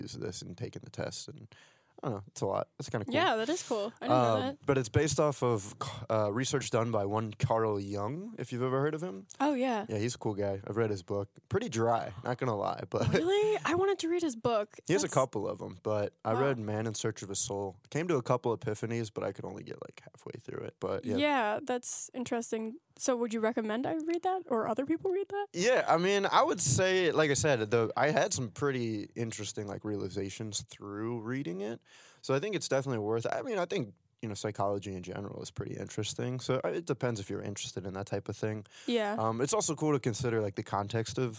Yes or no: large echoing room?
no